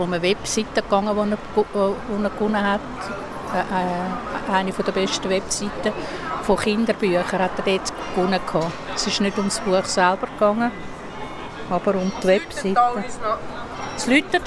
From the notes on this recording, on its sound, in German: Was ich mit einem Aufnahmegerät an der Frankfurter Buchmesse mache?